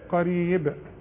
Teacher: اذا وقفت لازم اقلقل الباء قريبة